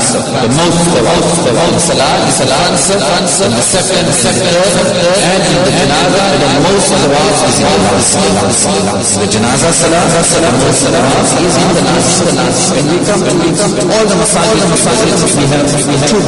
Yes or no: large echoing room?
yes